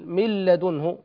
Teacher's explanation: التقاء حرف ساكن وهو النون بحرف متحرك بحيث يصيران حرفا واحدا مشددا، تصير النون لام، تصير النون لاما، يرتفع اللسان عنهما أي عن الحرفين النون وما بعدها ارتفاعة واحدة أي يتحرك تحركا واحدا، وذلك لأجل التخفيف. · Term: الإدغام